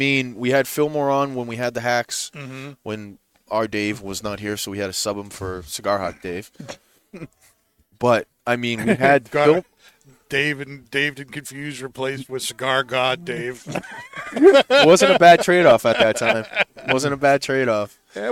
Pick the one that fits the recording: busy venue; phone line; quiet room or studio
busy venue